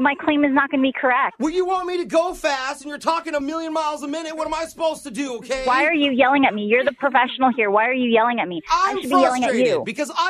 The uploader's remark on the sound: Phone Tap